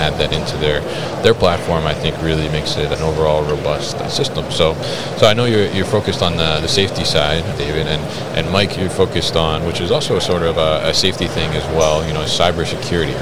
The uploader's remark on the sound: FORT Robotics at MODEX 2022